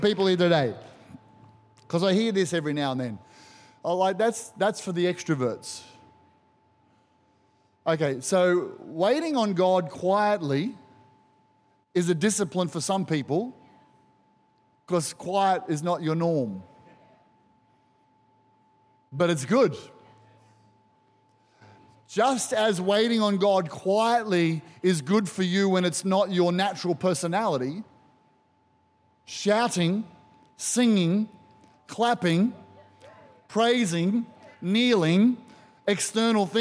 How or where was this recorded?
large echoing room